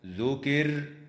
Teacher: وتفخم الراء وصلا وترقق وقفا في كلمة ذكر